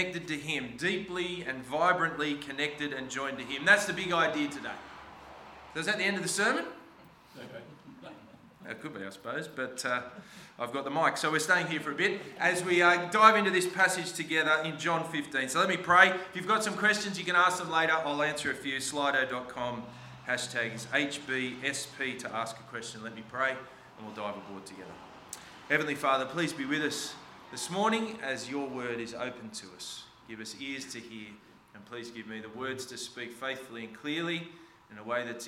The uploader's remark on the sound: This sermon was preached on 5 November 2023 at all services of Helensburgh and Stanwell Park Anglican Church.